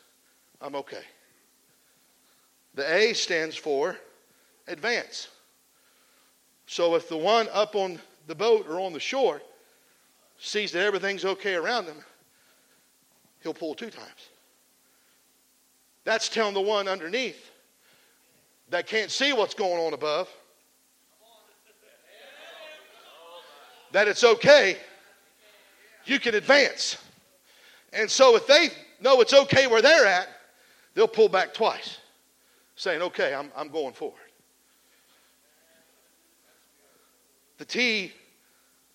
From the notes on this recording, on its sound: This message was preached at the Come Alive Spring Camp Meeting in Shelby, OH.